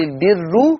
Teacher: صار هنا ورش هيقول البر، فالراء بقت مضمومه ومرققه